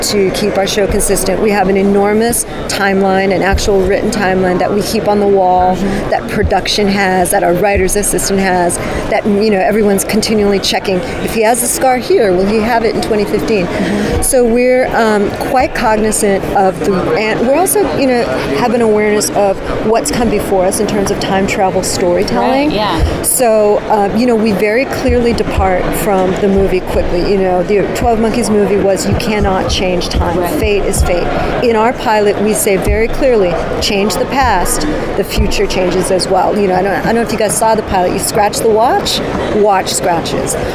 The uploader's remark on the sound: Taped at NYCC